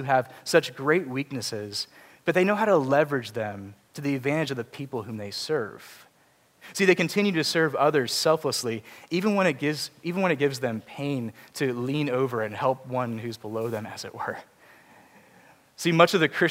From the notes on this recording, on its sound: Preached at Grace Community Church, PCA (Charlottesville, VA)